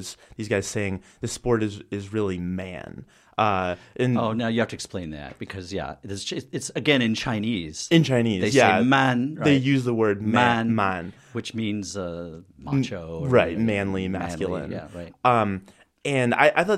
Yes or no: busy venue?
no